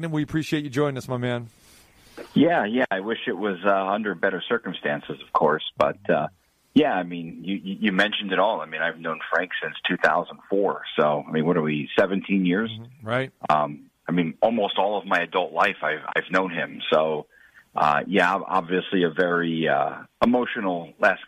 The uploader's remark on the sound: We Hear a Collection of Clips and Phone Calls